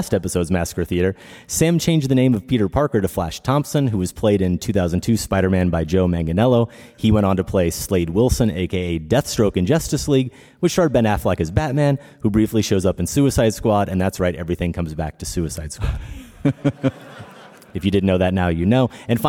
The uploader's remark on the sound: A full house at Chicago's Logan Center for the Arts. Live 2018 Wrap Party.